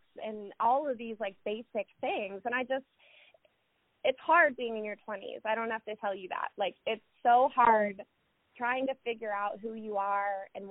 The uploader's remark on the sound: Joining us via phone from Cincinnati, Ohio.